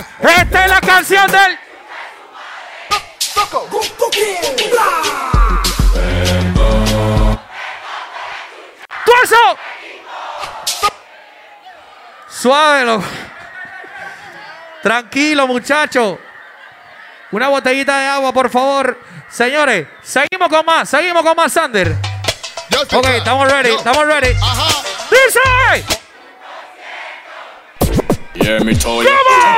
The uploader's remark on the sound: Live Session at 5to5 Hotel Hilton Panamá